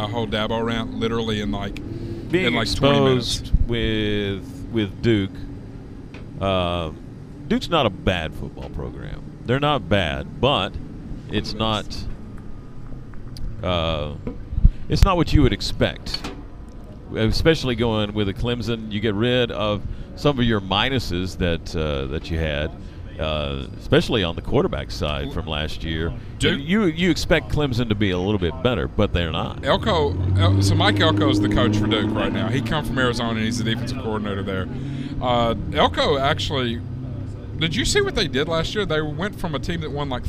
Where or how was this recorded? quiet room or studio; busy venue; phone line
busy venue